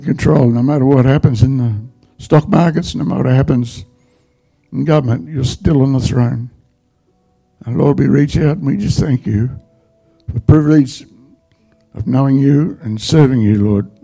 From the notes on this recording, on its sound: The live stream of Destiny Church Atherton.